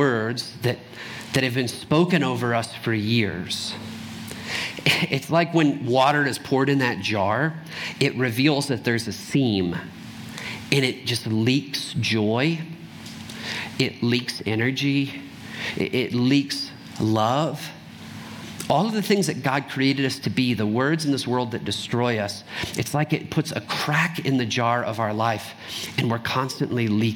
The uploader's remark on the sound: Trinity Anglican Church Littleton, CO